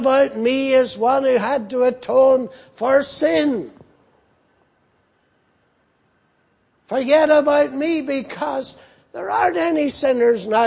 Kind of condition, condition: setting, large echoing room